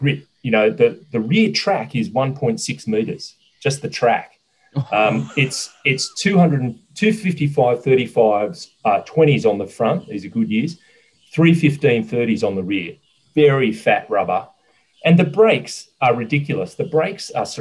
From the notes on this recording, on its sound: gather in cyberspace